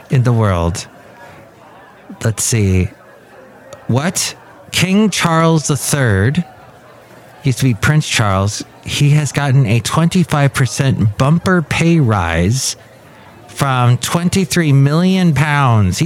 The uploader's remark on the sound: podcasts live from Café Anyway